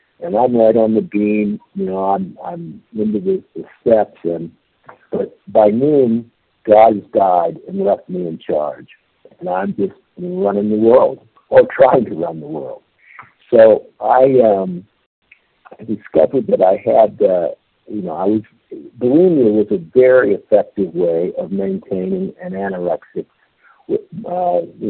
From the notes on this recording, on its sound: 100 Pounders Phone Meeting